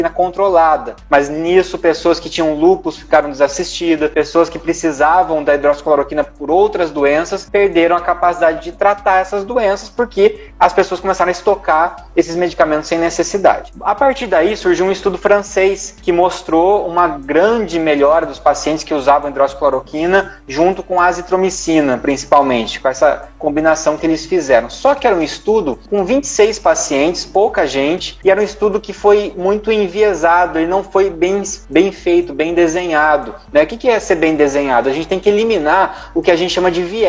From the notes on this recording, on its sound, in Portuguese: Este episódio é o registro da live do dia 25/06/20. Na qual fui convidado para conversar com o Centro Acadêmico de Enfermagem da UFR.